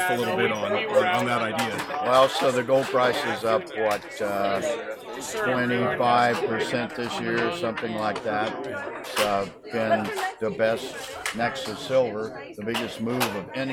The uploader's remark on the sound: At the Bar in Dawson City. Forgive the semi-frequent background noise, which is a result of recording live "at the bar." The audio has been thoroughly scrubbed, but some of the more persistent background racket has persevered.